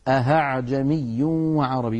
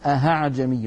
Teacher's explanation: الخطأ الثاني أن يقلب الإنسان الهمزة الثانية هاء فيقول أهعجمي وعربي، ونسمعها أحيانا من بعض إخواننا غير المتقنين فيقولون أهعجمي، هذا لا يصح يا إخوتي لأنه قد أبدل الهمزة هاء أي حولها إلى حرف آخر، والتسهيل شيء والإبدال شيء آخر. · Term: إبدالها هاء